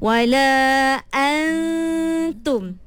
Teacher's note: Makhraj dia tak ada pada nun, tapi sifatnya ada pada nun. · Term: ikhfa